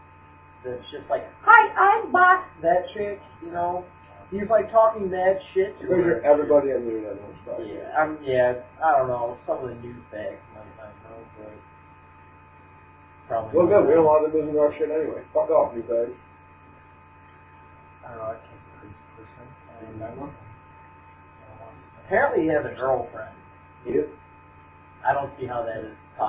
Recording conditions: poor sound quality